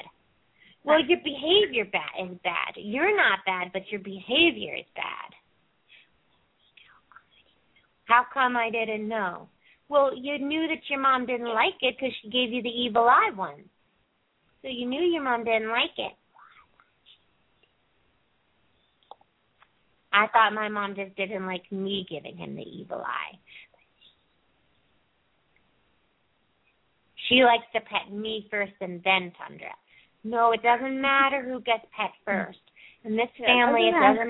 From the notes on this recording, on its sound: open up the lines for listeners to call